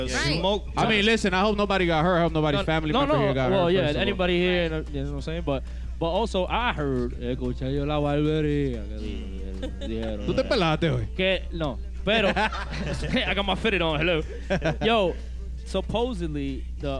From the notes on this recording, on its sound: Season 4 finale live at Lugo Lounge in NYC!